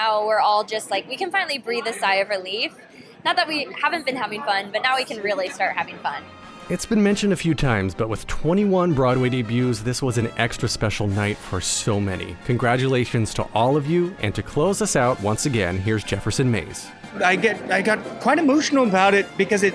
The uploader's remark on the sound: Opening Night Red Carpet Interviews. Join me live on the red carpet for the opening night of The Music Man!